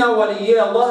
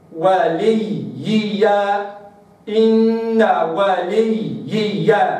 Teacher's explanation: ثلاث ياءات، ياء ساكنة ولي، ياء مكسورة يي ولي يي، ثم ياء مفتوحة يا ولي يي يا. فلابد أن أقرأ ثلاث ياءات وأسمع نفسي أولا ثم أسمع غيري ثانيا هذه الياءات، فأقرأها كذا وليي، إن وليي هكذا.